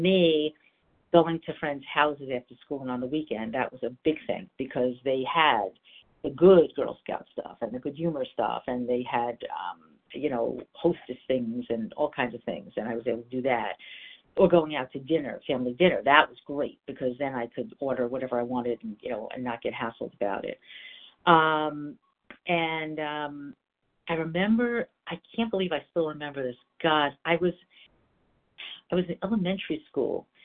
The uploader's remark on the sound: 100 Pounders Phone Meeting.